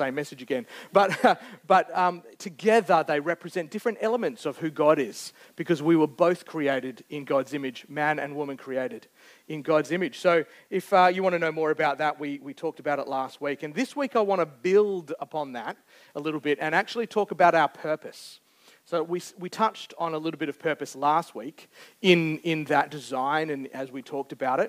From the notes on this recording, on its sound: Recorded Live on 21st May 2023. Geraldton Baptist Church.